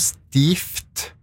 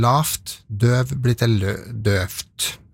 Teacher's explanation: hvis du har stiv og setter en nøytrumsforma, stift, da blir en F · Term: blir til F